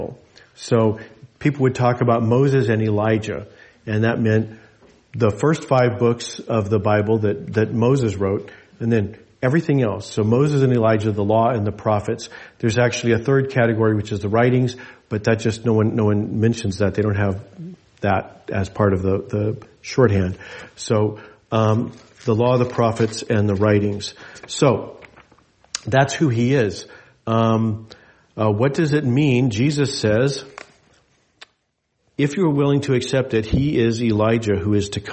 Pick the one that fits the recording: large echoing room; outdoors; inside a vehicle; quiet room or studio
large echoing room